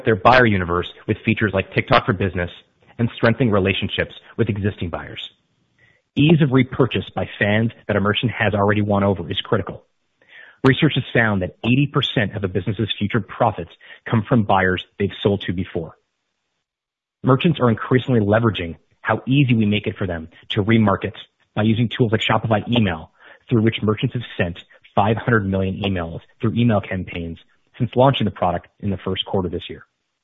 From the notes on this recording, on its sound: (NYSE:SHOP) Q3 2020 Earnings Conference Call